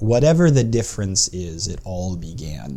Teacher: By the end of the line, we have that easy da-da-da-da-da-da iambic rhythm, but there's a little extra unstressed syllable with the whatever the difference is.